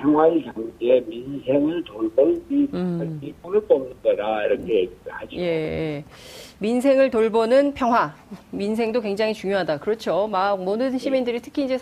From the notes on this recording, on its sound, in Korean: 전화연결.